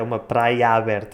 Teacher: fica um só A aberto